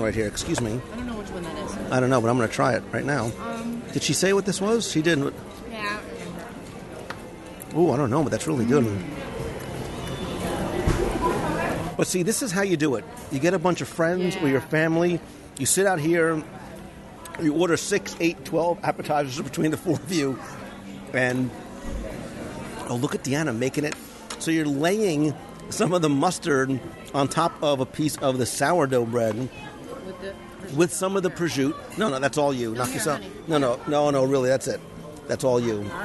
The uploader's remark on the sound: Geyser Point LIVE Review at Disney’s Wilderness Lodge. As part of the Copper Creek expansion to Disney’s Wilderness Lodge, the new Geyser Point Bar and Grill opened along the shores of Bay Lake.